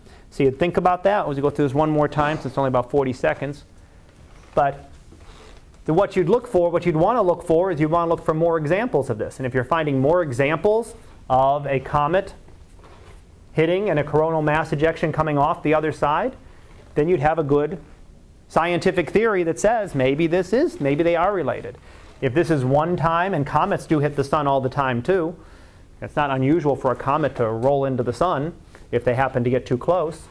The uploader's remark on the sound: Live Class Lecture